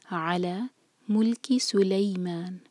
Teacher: علا عین پر زور، ٹو لیٹر ورڈ ہے، ٹو سلیبل ورڈ ہے. علا ملکی سلیمان، اردو میں ہم سلیمان کہہ لیتے ہیں، لیکن دیکھیں لام کی پر فتح ہے، ساتھ میں یا مدلین، سلیمان.